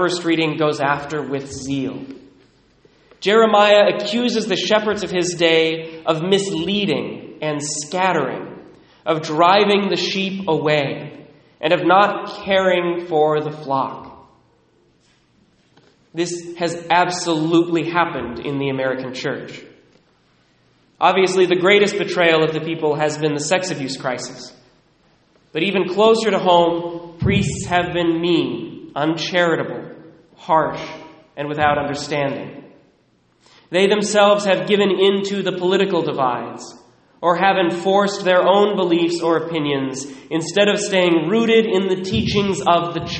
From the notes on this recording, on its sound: Recorded at Immaculate Heart of Mary in Sedro-Woolley, 11:15am Mass